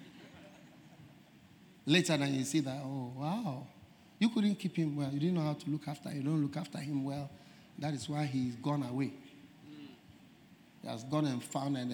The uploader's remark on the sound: Preached At The First Love Centre, Accra, Ghana